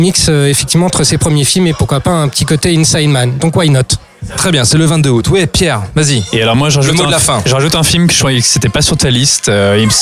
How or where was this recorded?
busy venue